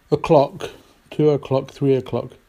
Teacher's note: And what we call them, so at 12 it's o'clock, not o'clock, but with the schwa sound, o'clock, 2 o'clock, 3 o'clock. We use a schwa sound, not o.